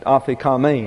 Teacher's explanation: And so we have aphikamein, and the last syllable is the one that is accented, aphikamein.